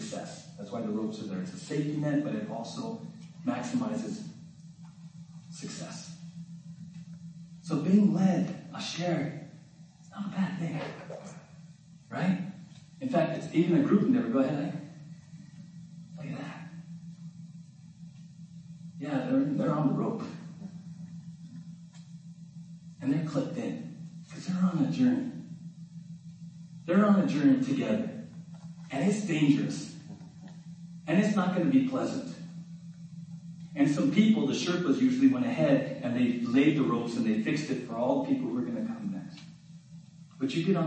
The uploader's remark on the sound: We apologize for the quality of this recording. We experienced technical difficulties on Sunday.